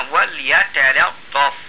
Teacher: اللام التانية بتاعت يتلطف بعدها طاء، ما تفخمش اللام تبعا للطاء